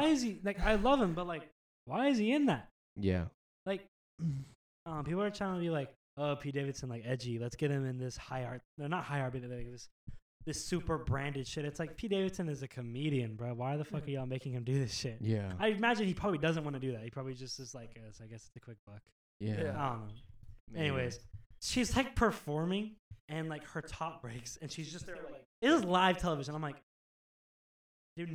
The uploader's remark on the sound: We're really sorry about the video and audio issues this week, we're still getting the hang of this.